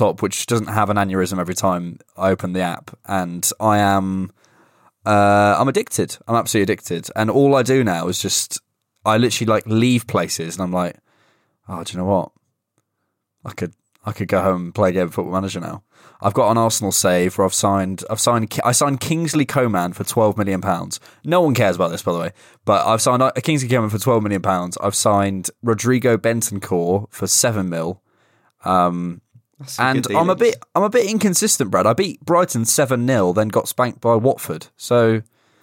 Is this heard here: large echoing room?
no